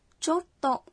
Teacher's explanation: Khi phát âm chốt tộ sau chô, các bạn ngắt một nhịp